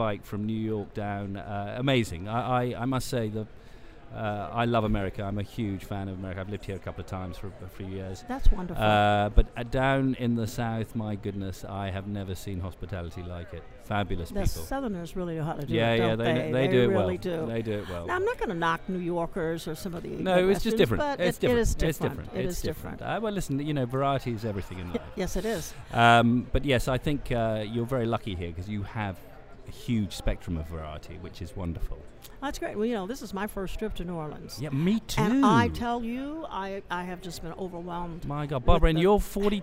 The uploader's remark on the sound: Live from #SageSummit on day 2. AS WE BROADCAST LIVE FROM THE SAGE SUMMIT 2015 IN NEW ORLEANS, LOUISIANA.